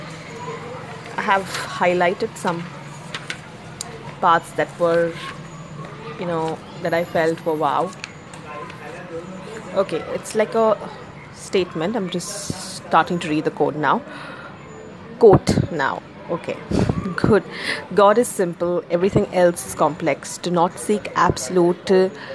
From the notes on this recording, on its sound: I have finally recorded this podcast thanks to the Anchor app. There is some background noise.